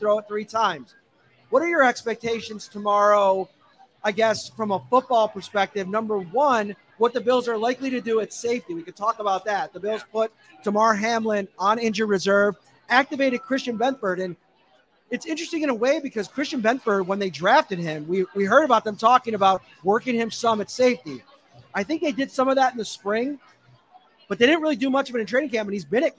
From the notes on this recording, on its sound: LIVE at Wingnutz in North Buffalo. Take some questions from fans.